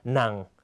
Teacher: ไปและกักเสียงไว้ตรงกลางนิดนึงจากนั้นขึ้นต่อนะครับต่อมาวรรณยุกต์หนังหนังนะครับเสียงจะต่ำและตกลงในตอนท้ายนะครับ เสียงหนังนะครับจะคล้ายกับเสียงเอกแต่เสียงหนักกว่านะครับและหยุดในตอนท้ายทันทีนะครับ